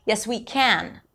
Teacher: The word can is usually reduced unless it's you stress it, like, yes, we can. Then it's the proper a as in cat. · IPA: kæən